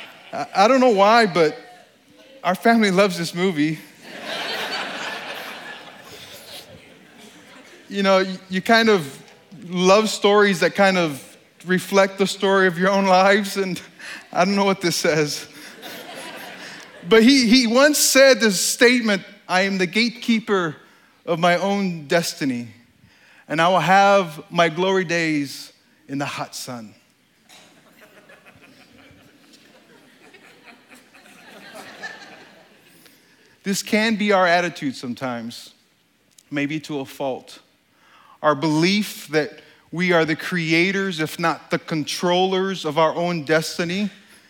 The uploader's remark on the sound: During this talk at STORY 2016. This talk was given on stage at the Country Music Hall of Fame in Nashville, TN.